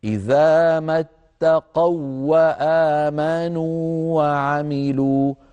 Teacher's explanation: اتقوا هذه الواو ليست مادية، واو لينية، لذلك تدغم في الواو بعدها فيكون النطق هكذا: إذا ما اتقوا وآمنوا وعملوا.